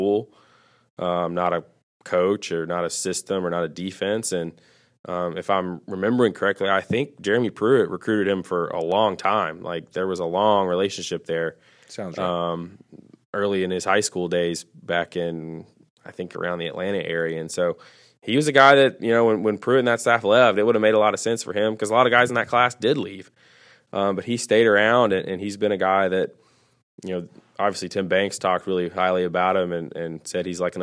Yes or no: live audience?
no